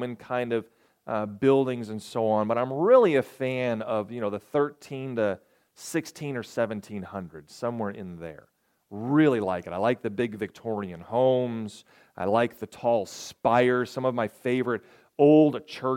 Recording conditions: large echoing room